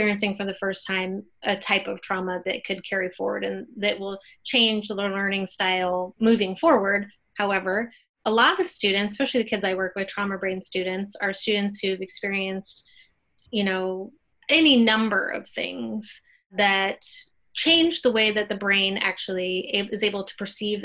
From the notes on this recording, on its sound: In this episode of Inside the Box, we Zoomed